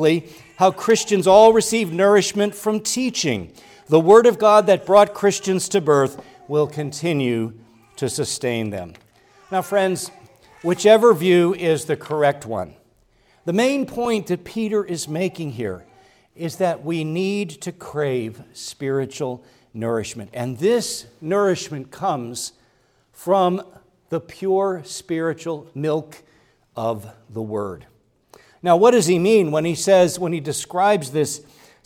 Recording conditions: large echoing room